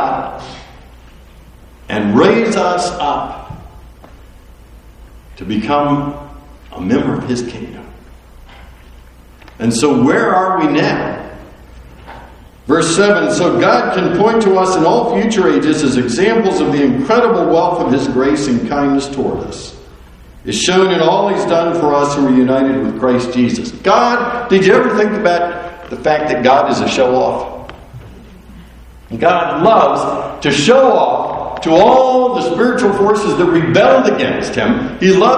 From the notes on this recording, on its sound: Recorded live.